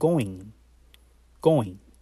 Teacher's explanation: that G is almost silent